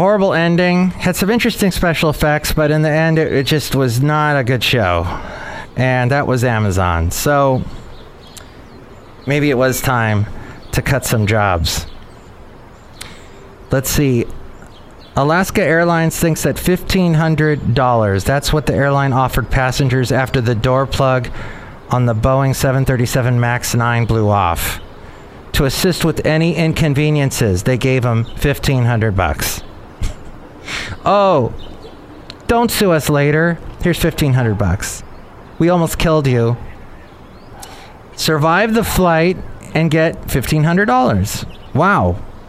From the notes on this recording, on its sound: podcasts live from Café Anyway